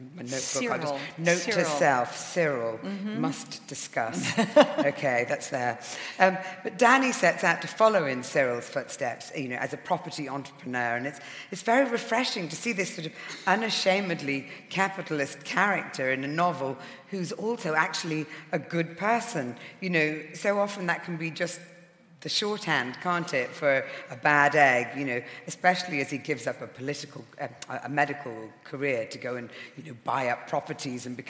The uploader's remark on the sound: In her only UK appearance of 2019. Recorded live at the Emmanuel Centre.